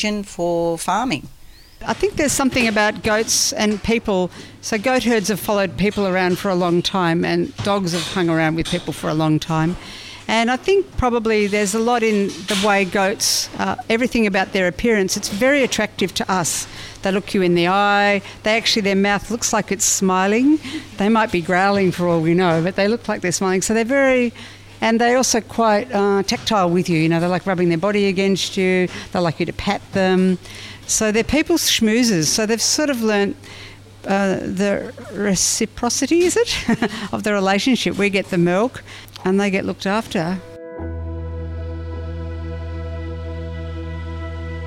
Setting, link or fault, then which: setting, outdoors